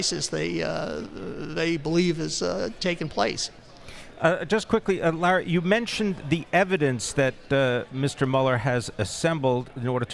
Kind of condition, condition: setting, busy venue